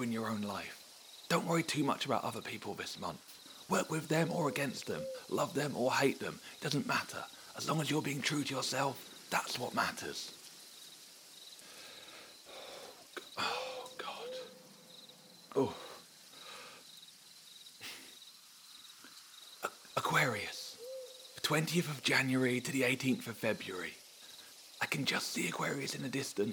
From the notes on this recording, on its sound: Recorded live under the night sky, with predictions made as the stars swirl overhead. It was a late night.